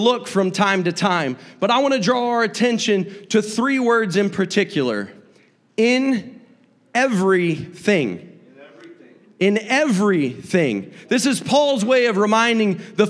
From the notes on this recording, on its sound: a service recording from Connect Point UPC